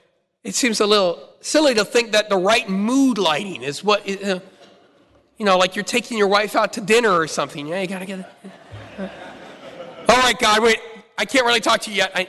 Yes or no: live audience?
yes